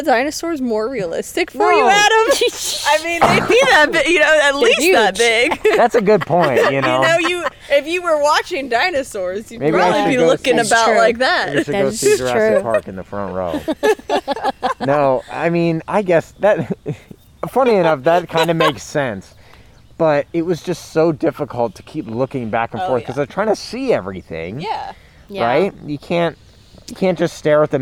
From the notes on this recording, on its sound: We left the studio to record in the Ohio wilderness, so please enjoy the soothing sounds of birds (and airplanes